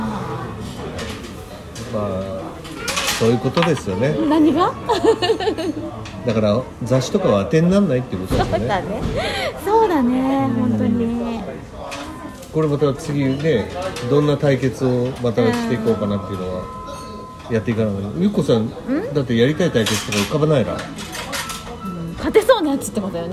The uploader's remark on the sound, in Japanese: 最後の収録を某ファミリーレストランにて